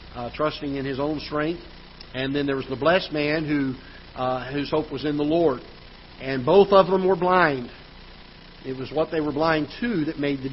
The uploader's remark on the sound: Ketha Heights Baptist Church ~ Live Broadcast.